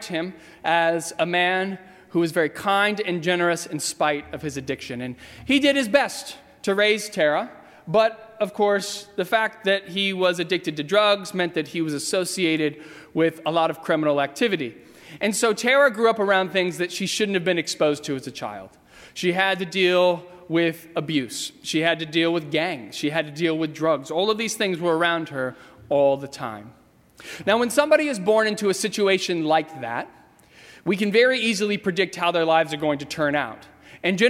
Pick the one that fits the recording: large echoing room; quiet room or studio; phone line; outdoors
large echoing room